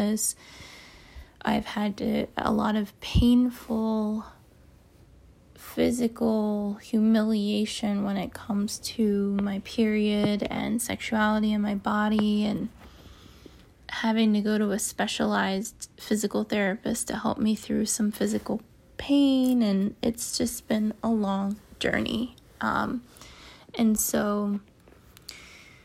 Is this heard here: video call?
no